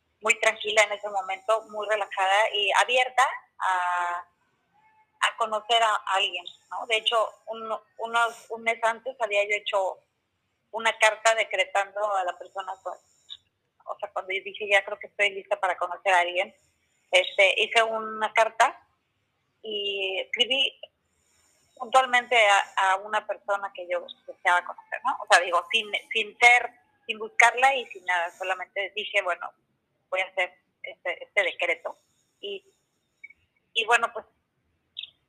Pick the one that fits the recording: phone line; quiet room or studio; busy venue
phone line